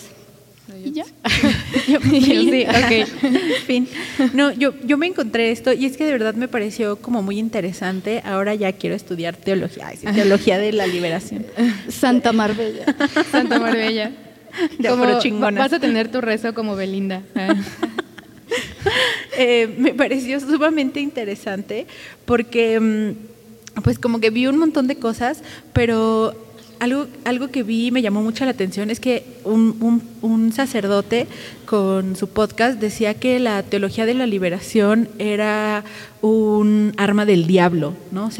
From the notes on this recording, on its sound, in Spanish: Una conversación en vivo y con público.